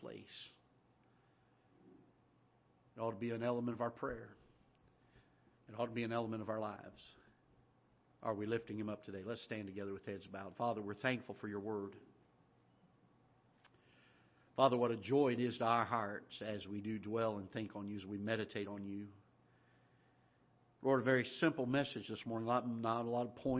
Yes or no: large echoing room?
yes